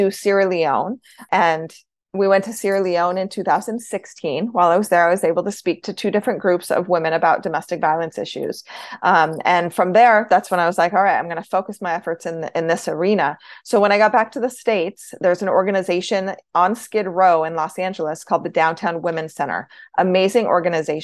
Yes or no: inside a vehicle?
no